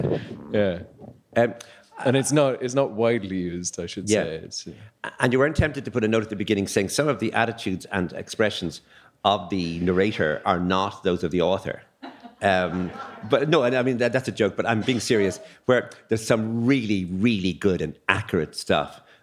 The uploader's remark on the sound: Recorded with a live audience in Letterkenny library.